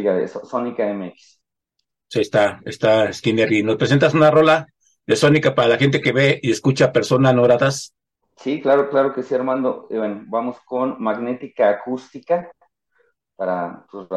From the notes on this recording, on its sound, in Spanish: Charlamos via zoom